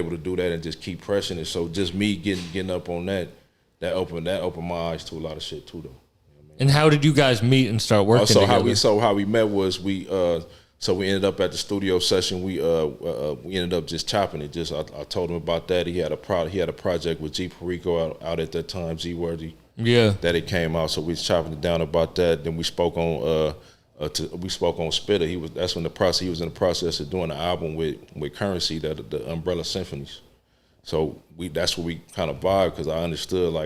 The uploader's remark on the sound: This episode was recorded in the green room